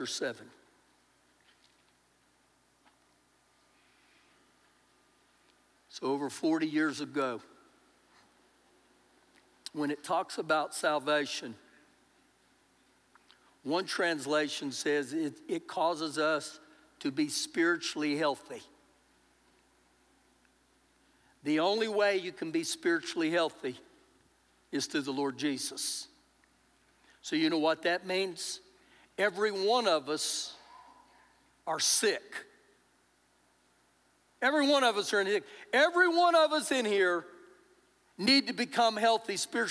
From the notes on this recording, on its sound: Recorded live during our Sunday morning service